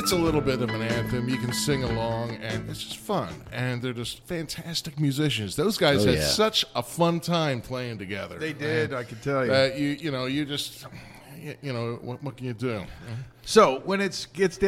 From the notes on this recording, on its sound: Recorded live at the Crooked Eye Brewery.